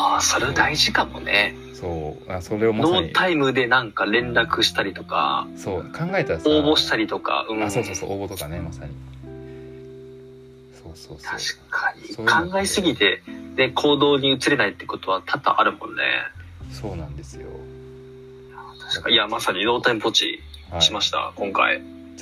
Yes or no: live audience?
no